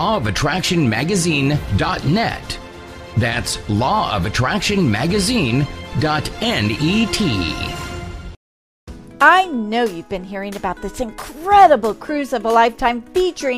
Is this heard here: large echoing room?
no